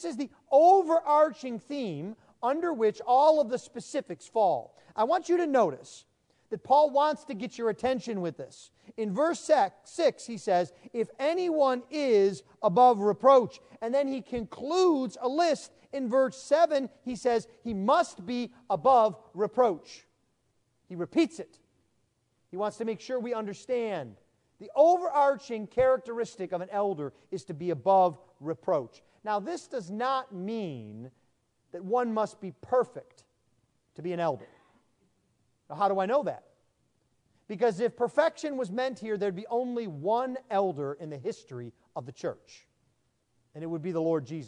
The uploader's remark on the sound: Sermon preached at the installation service